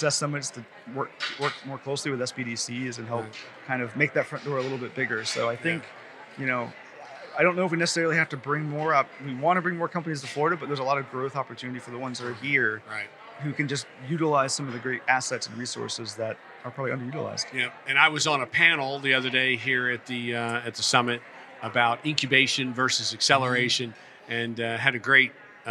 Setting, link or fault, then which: setting, busy venue